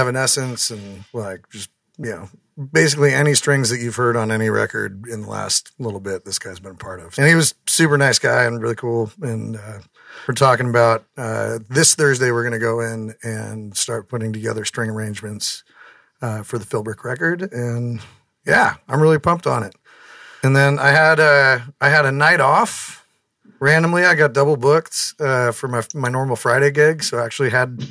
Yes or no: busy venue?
no